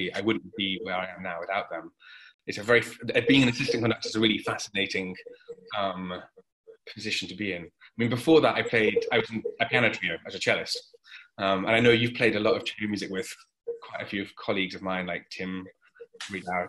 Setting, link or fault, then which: link, video call